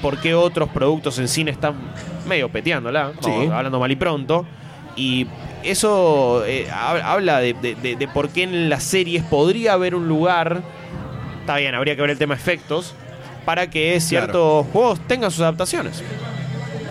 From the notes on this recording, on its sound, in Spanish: mesa redonda grabada en la Popcon 2015